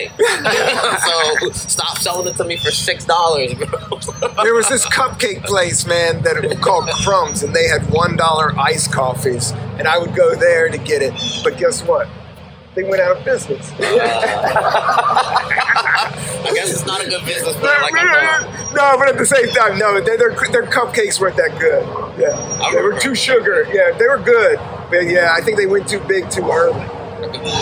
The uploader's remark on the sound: Apologies for the audio, the main mix got lost in the mix